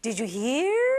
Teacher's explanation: the intonation is very important. It should go up, right?